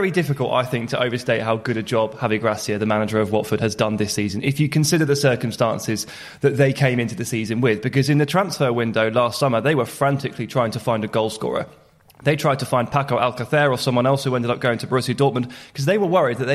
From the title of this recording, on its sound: Live from Wembley